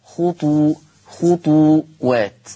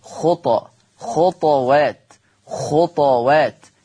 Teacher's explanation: بضم الطاء، خطو خطوات. أما ورش عن نافع فيقرأ بسكون الطاء مع القلقلة · Shown in: second take · خطى خطوات خطوات، يقرأ بسكون الطاء مع القلقلة.